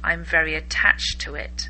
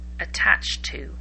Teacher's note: Now just notice that when I say attached, followed by to it, the D at the end of attached sounds a bit like a T, so I just join that T sound up with to